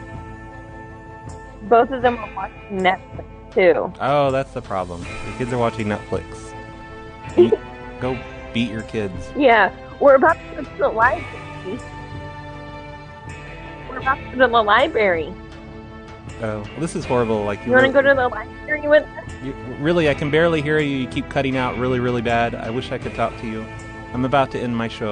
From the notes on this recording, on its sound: Personal Prank Phone Calls Collection. Snow plow show old forum calls.